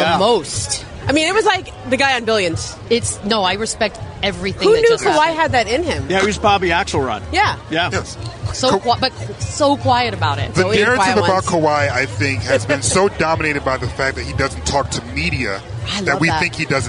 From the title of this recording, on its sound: Live From The Red Carpet!